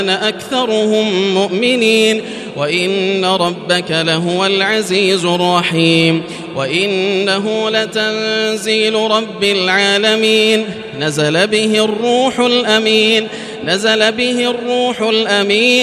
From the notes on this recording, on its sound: This is Live Recitation from Masjid ul-Haram in Al-Makkah Al-Mukarramah, 1440 H./2019 A.D. Special thanks to Haramain Recordings for this recitation.